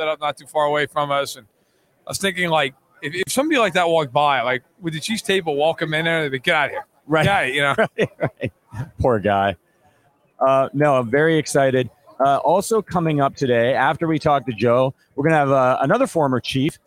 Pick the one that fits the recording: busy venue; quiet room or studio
busy venue